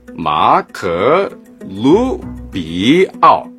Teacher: Emphasis on the Lu, note the rising tone.